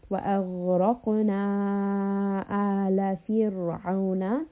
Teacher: عَيْن is a letter of the throat, there is a slight constriction.